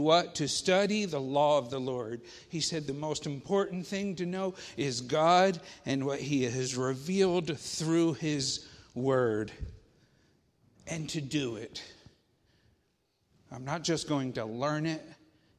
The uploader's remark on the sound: Faith Baptist Church in Hamilton, NJ.